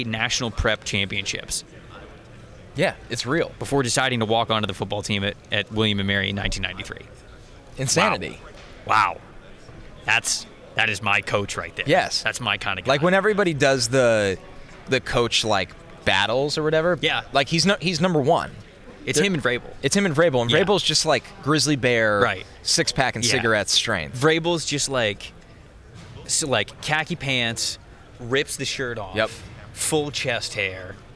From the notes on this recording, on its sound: come to you live from the 2023 NFL Combine